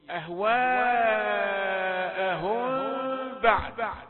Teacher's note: سمي إخفاء شفويا أو شفهيا لأن الميم مخرجها بين الشفتين، تخرج من بين الشفتين.